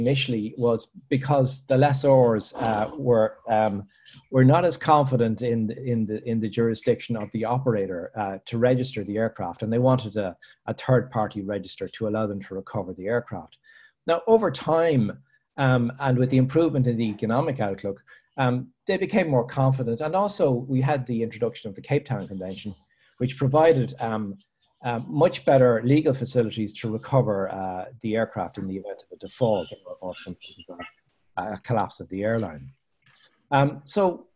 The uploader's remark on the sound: APTN Zoom Call #11